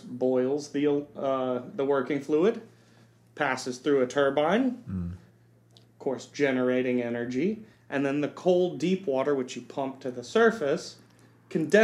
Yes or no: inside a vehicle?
no